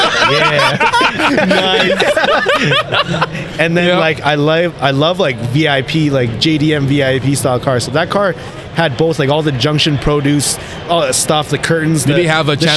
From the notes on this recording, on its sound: Driven Show Live. Live at the Driven Show Calgary.